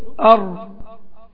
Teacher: صوت الراء بيجري شوية ويقف مش مكتوم · Term: التوسط